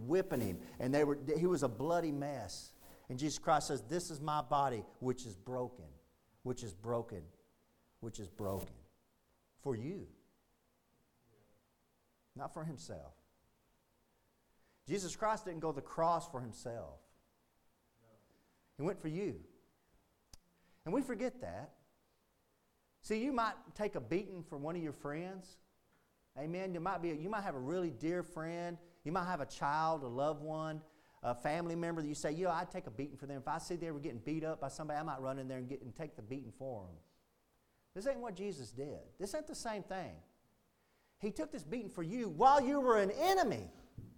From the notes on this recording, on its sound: Preached at Indian Gap Baptist Church-- Indian Gap, Texas.